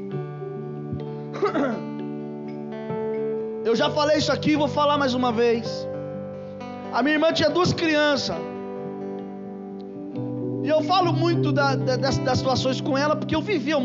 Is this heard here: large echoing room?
yes